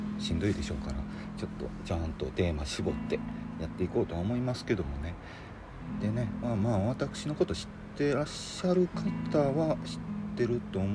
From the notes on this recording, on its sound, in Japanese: テスト録音のつもりでちょっと環境音が入っちゃってます